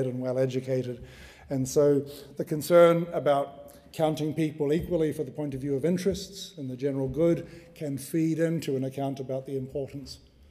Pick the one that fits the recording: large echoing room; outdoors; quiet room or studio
large echoing room